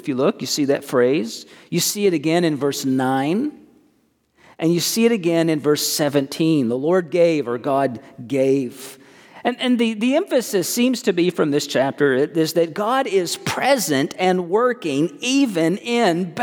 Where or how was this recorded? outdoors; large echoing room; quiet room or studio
large echoing room